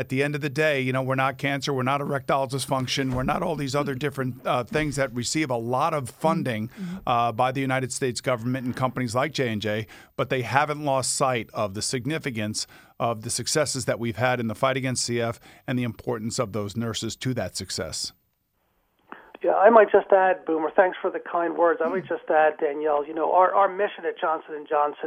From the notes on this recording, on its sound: Phone call from Executive and CFO